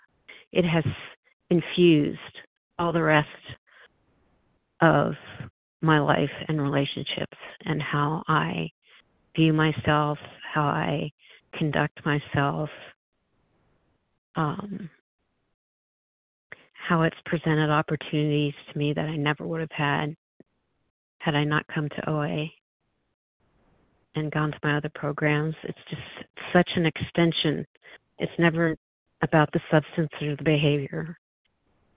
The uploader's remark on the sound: 100 Pounders Phone Meeting